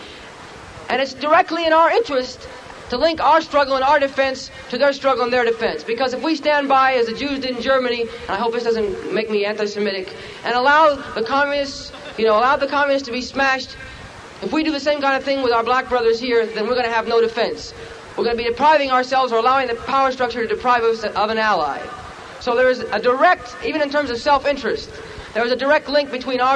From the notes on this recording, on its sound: Black Panther Party Rally 1968